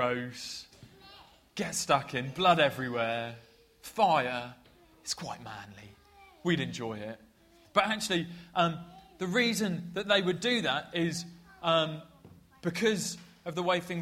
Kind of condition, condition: setting, large echoing room